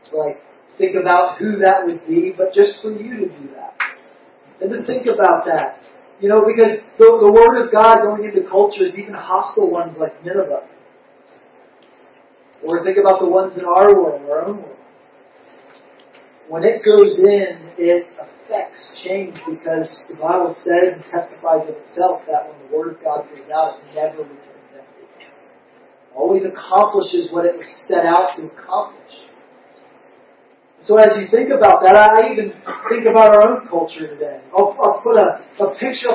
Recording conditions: poor sound quality